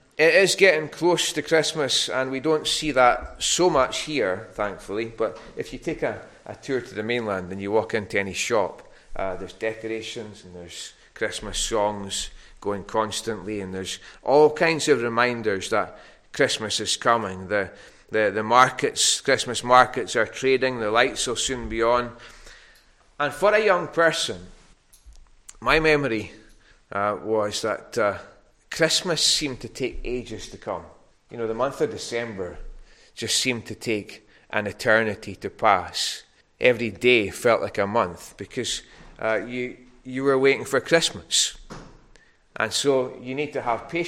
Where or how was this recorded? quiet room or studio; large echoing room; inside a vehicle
large echoing room